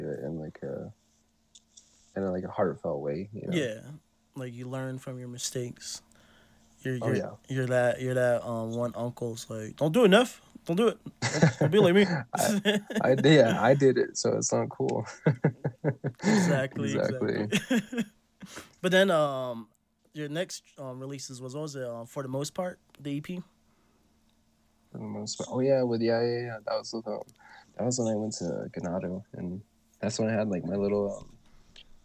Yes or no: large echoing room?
no